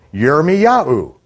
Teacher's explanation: Instead of Jeremiah, we'll pronounce it Yirmiyahu, with the emphasis on Yah.